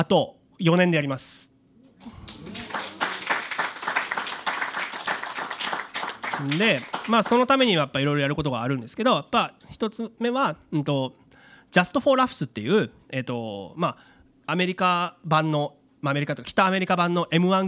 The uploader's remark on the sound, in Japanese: 公開収録！